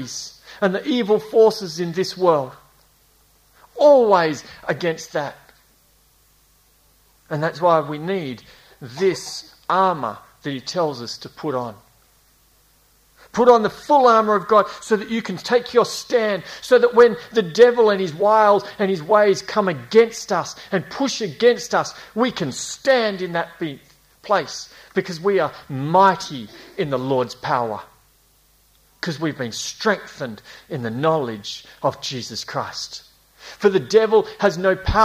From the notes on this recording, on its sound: A series preached at Esperance Church of Christ across 2019 and 2020